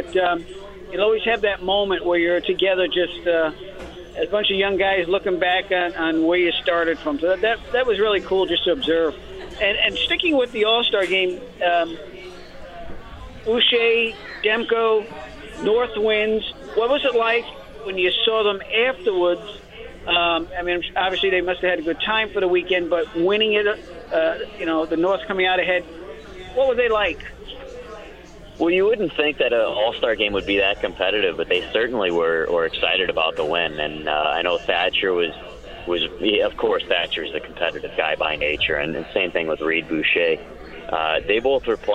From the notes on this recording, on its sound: Live from Swifty's.